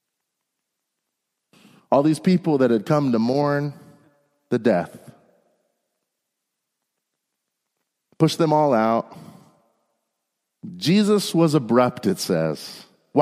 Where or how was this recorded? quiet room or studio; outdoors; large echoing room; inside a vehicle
large echoing room